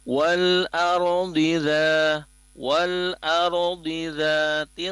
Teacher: Dhad kasrahnya dilafazkan tebal. Tebal itu adalah pada saat melafazkannya rahang kita terangkat ya, minimal seperti itu dulu.